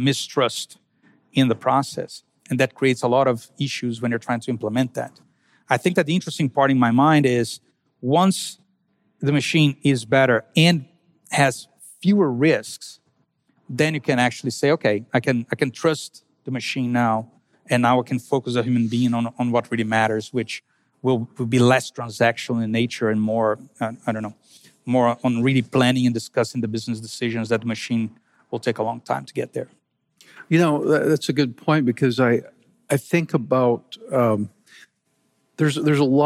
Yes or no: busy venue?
yes